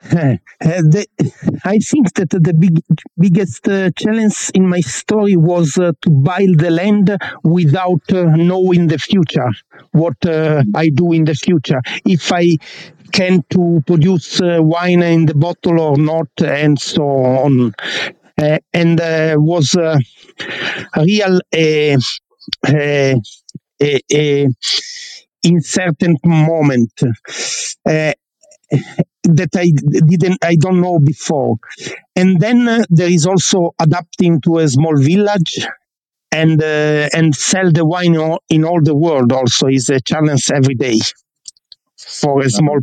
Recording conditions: video call